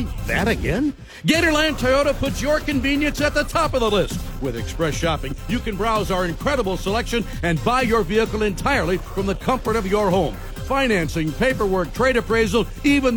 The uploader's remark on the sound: Live from the Gainesville Hilton.